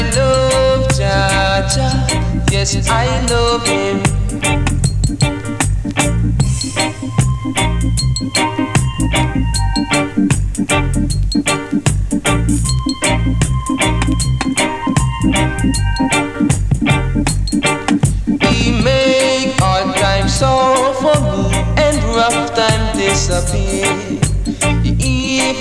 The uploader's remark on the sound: The show was recorded at the Shapira Cafe.